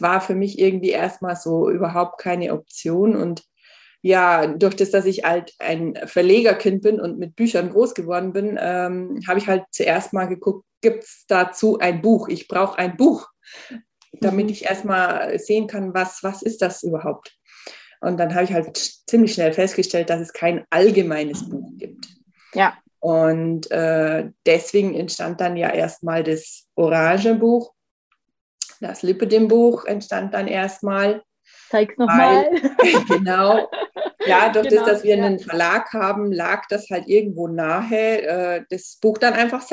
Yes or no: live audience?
no